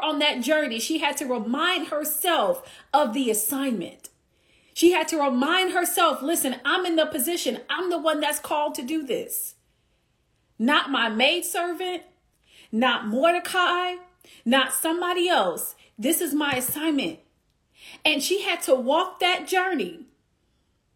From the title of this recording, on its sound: Instagram Live